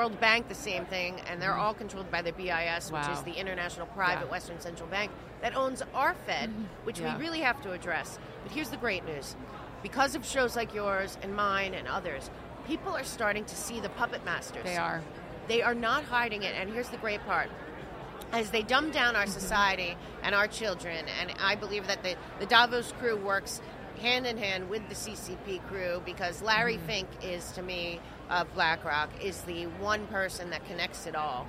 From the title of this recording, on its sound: Podcast at AmFest